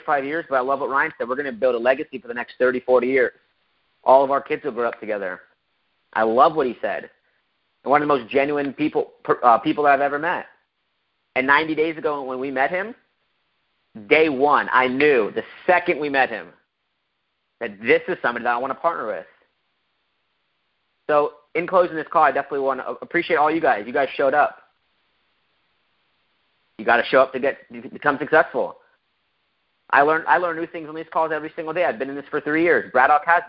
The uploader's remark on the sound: PowerHouse Network Leadership conference call.